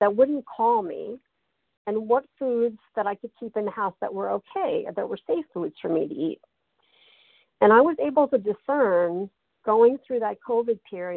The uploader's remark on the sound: qualification from the 100 Pounders Phone Meeting